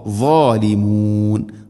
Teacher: വഅൻതും ളാലിമൂൻ, ളാലിമൂൻ, വഅൻതും ളാലിമൂൻ അല്ല, ളാലിമൂൻ എന്നാണ് അധികം ആളുകളും പറയുക, അങ്ങനെയല്ല. ളാലിമൂൻ, ളാദ് ഇസ്തിഅലാ അക്ഷരമാണ്, സ്വരഭാരത്തിൽ ഉച്ചരിക്കണം